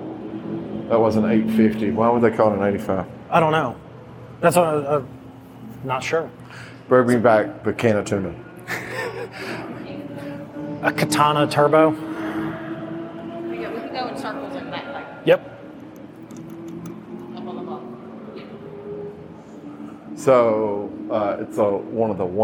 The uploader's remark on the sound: Live from Barber Motorsports Museum